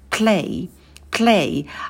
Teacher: Потом у нас дифтонг A, мы челюсть вниз сильно не опускаем, держим оскал, рот минимально открываем.